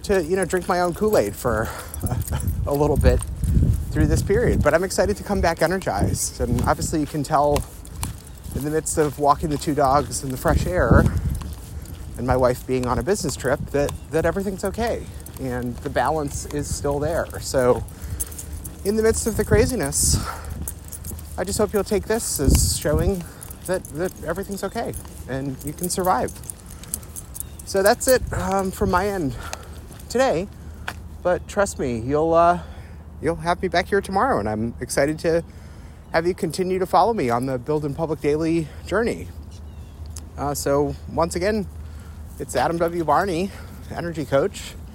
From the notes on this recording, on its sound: This recording was made during a morning walk with his two dogs. On a beautiful late-February day that feels like spring. You might hear a slight jangle of dog tags in the background.